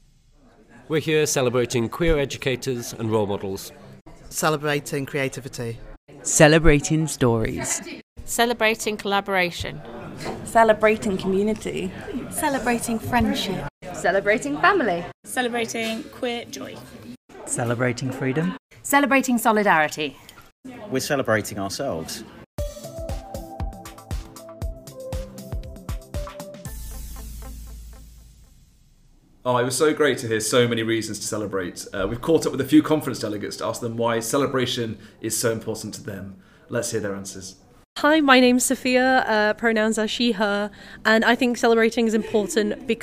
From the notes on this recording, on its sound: NEU LGBT+ Educators' Conference 2024. In this episode we capture the conference by speaking with organisers, guests, and stall holders.